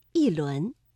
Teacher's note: 第二句“一轮明月”，这里的“一”读四声“一轮”